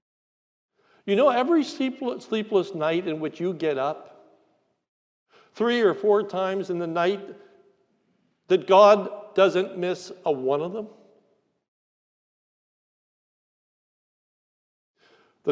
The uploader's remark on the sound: This is a sermon recorded at the Lebanon Bible Fellowship Church in Lebanon, PA during the morning service on 4/10/2022